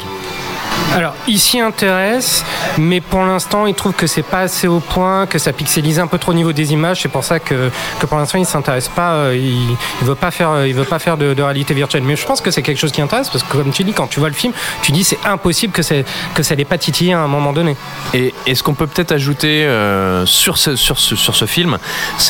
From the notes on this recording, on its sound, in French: L’équipe reprend ses quartiers au Hurling. Fin de Séance donne la parole au public en lançant une section micro-trottoir ! Enregistré au Hurling pub ( 8 Rue Descartes, 75005 Paris ).